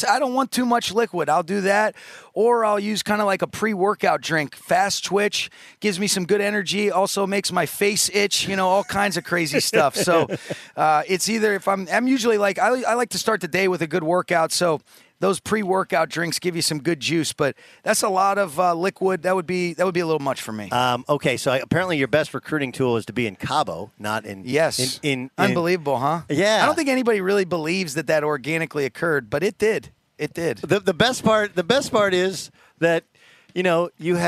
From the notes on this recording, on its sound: live from Rams Training Camp in Irvine, CA!